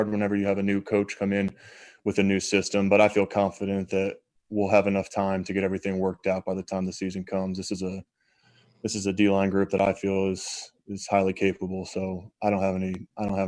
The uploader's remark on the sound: Zoom Press Conference